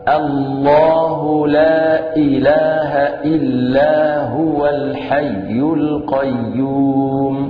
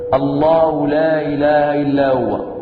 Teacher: إذن هنا بعض الناس يقرؤون الله لا إله إلا هو فلا تسمعون للهمزة أثرا، فلا بد من تحقيق الهمزة أي إخراج هذا الحرف من مخرجه الطبيعي ألا وهو أقصى الحلق · Shown in: first take